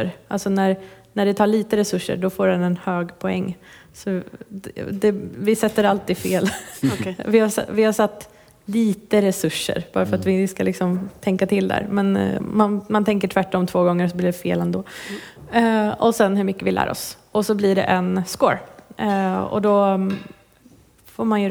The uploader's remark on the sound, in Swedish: Detta är Growthpoddens första live podcast inspelat på konferensen Next Data i Stockholm.